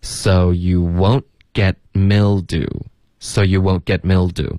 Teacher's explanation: so you won't 的特省略 get 的特省略